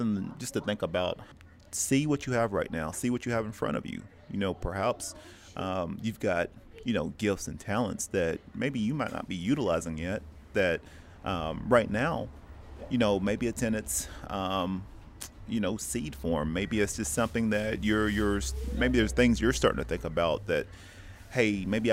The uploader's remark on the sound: In this episode, we recorded live from Panels Comics and Coffee in Oceanside, Ca.